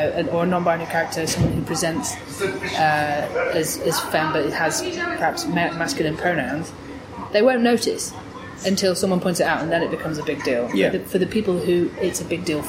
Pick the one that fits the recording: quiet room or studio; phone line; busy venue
busy venue